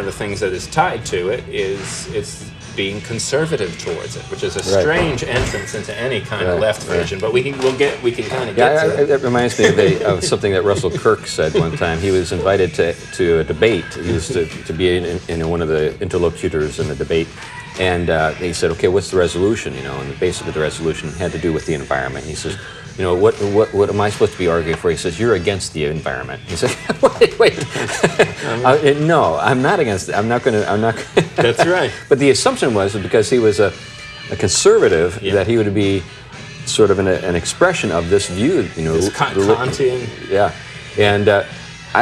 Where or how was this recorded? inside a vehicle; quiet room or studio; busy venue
busy venue